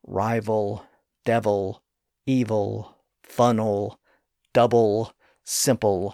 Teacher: All of those words end with an L sound, and since we stress the first syllable in those words, the L sound at the end is in an unstressed syllable, so it's pronounced a little bit softer or lighter